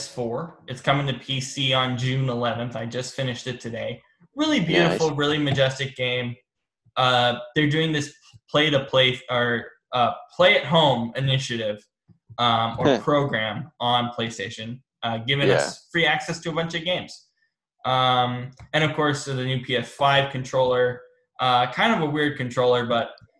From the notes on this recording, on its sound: on Zoom